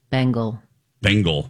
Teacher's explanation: To pronounce Bengal, as in Bengal tiger, you need first syllable stress. Bang is long and gul is short.